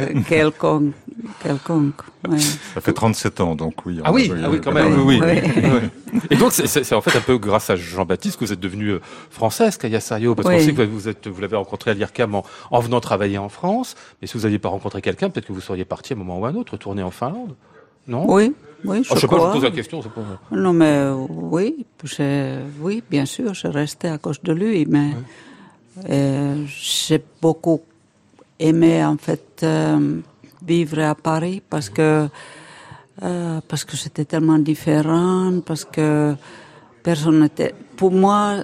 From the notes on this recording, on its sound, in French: c'est en direct et en public depuis l'Hôtel Bedford